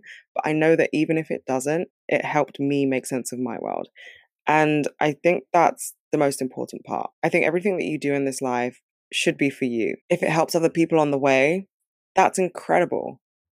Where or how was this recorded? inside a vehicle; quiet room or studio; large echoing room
quiet room or studio